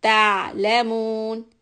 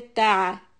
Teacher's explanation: Hold the ayin. Do not make a qalqala. · Shown in: first take · Don't say ta'a.